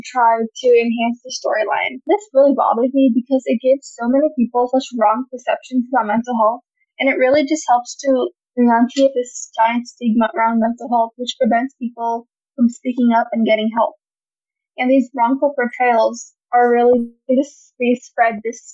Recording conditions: poor sound quality